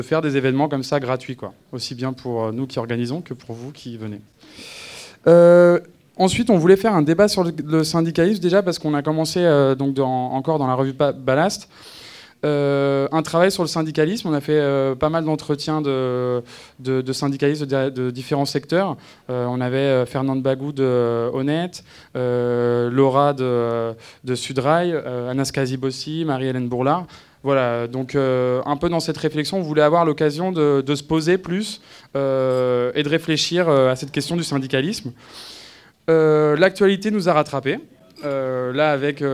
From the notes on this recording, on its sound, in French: Mercredi 5 décembre au Lieu-Dit (Paris 20ème), la revue Ballast organisait une conférence-débat